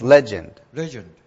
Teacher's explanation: the second syllable is rather soft, so it's legend.